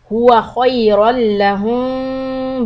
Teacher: stop on the meme for two harakat lips lightly apart